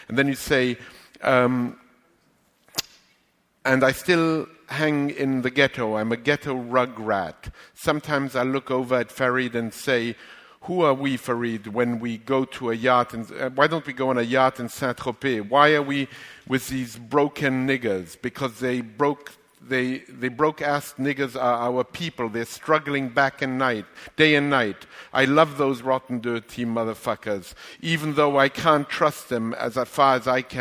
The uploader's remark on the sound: LIVE From the NYPL